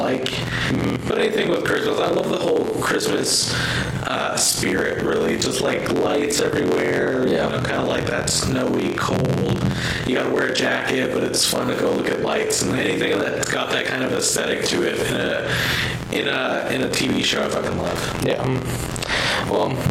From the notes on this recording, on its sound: The bad news is we didnt figure it out until we recorded this episode. Sorry for the audio quality.